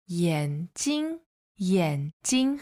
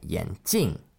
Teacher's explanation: the difference is that is a third tone and a first tone, and for glasses, it ends with a fourth tone, 眼镜. Mm-hmm.